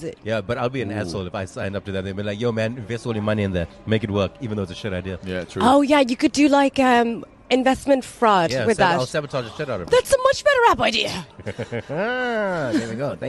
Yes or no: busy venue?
yes